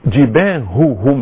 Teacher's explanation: ضعيفة الهاء جدا، ضعيفة لان فيها رخاوة، لان فيها همسة